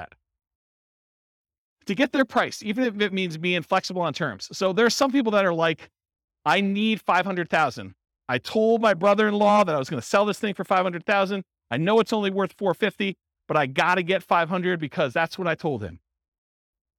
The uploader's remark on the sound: This was a live class recorded. In Ventura, California.